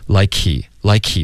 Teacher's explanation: like he 这个 k 的这个送气的声音就已经代表这个 H 的音了。对，就更不可能会专门发一个 H 音。